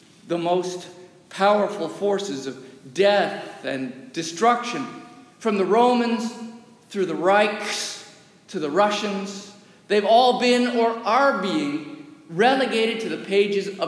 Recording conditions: large echoing room